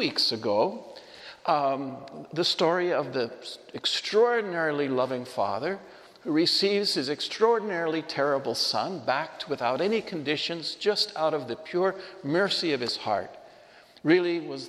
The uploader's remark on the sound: This homily was shared at Sacred Heart Church in Othello, Washington.